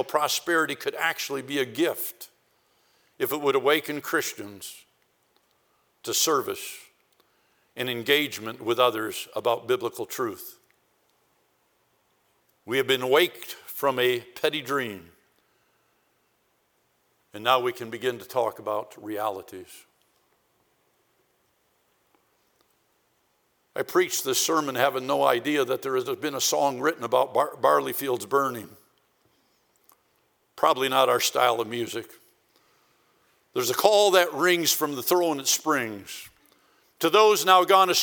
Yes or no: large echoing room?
yes